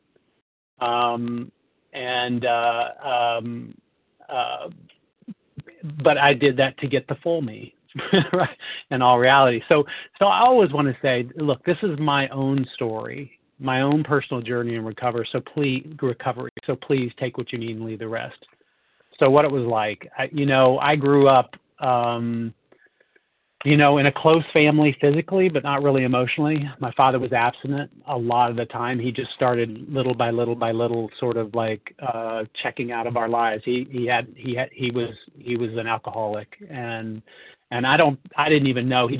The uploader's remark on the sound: from the 100 Pounders Phone Meeting